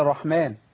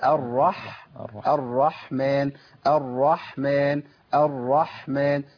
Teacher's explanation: سمعت صوت الحاء البحة بتاعتها · Shown in: second take · حتى بعض العلماء يقول بحبح الحاء يعني بين الهمس ايه